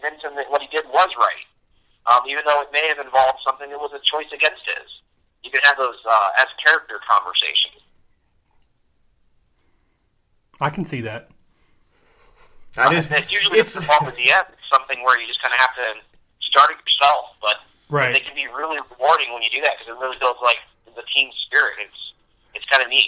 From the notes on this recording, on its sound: We had set up a SKYPE session but it didn’t work out well so we ended up just putting him on speaker